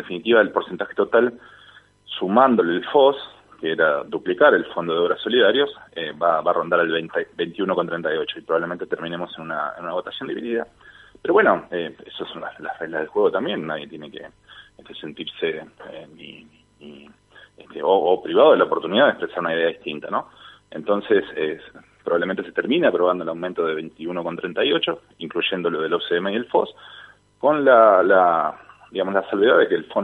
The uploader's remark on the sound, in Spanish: Entrevista telefónica